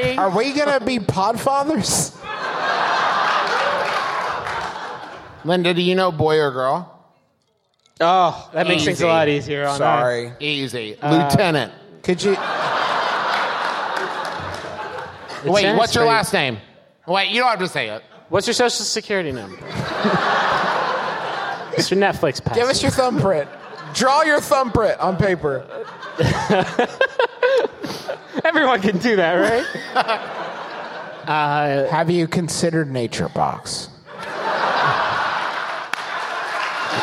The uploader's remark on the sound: Live from the Masonic Lodge at the Hollywood Forever Cemetery!